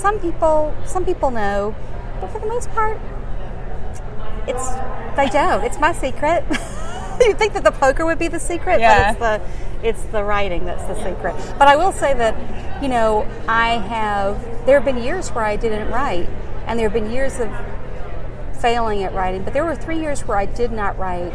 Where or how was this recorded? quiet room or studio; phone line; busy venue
busy venue